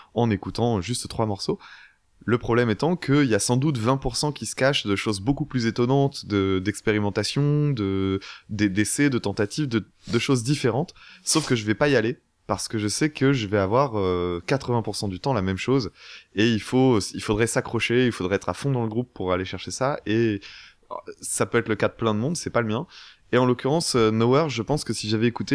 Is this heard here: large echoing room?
no